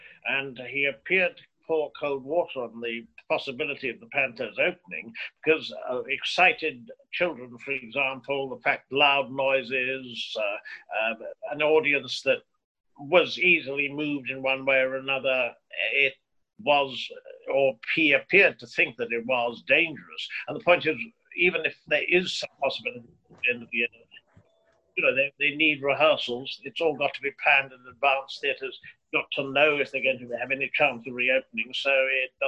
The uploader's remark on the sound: in zoom conversation